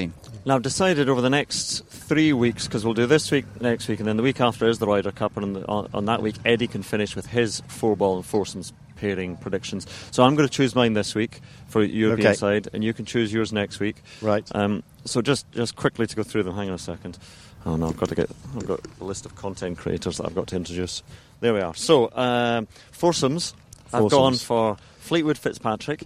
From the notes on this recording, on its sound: The inaugural in-person pod. Together at the BMW PGA Championship at Wentworth for the pro-am day, recording the show in between the first tee and the practice putting green.